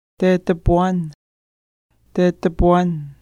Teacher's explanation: The syllable ga is typically not pronounced in nouns ending in agan · Term: Deletion of ga syllable